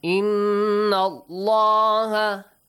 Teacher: إِنَّ اللَّهَ In Nun Mushaddad, nasal sound. In Allah, the letter lam in the word Allah has a heavy sound